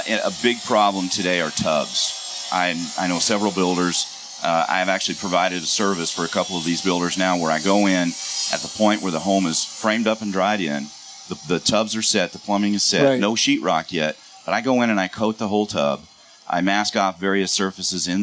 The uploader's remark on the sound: Live from the 2018 National Hardware Show.